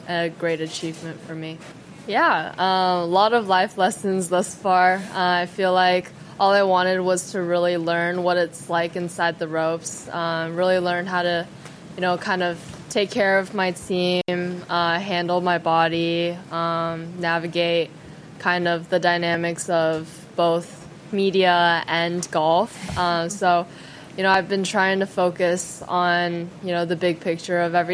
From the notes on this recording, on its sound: continues to broadcast live at the RSM Classic from Sea Island, GA